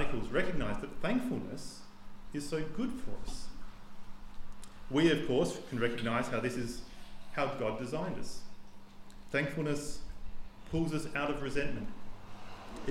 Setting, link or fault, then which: setting, large echoing room